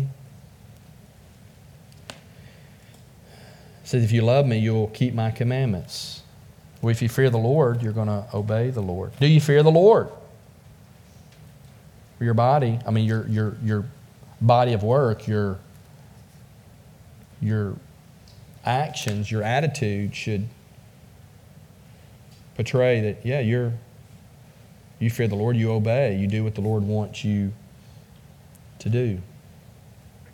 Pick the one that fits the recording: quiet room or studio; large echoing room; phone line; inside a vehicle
large echoing room